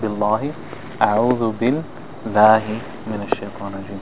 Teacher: The lam is thin, the word Allah, because of the kasra before the word Allah.